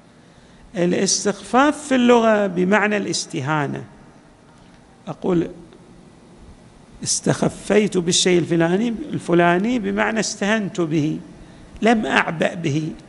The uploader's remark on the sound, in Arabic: تسجيلات جامع الإمام علي عليه السلام الاحساء - المبرز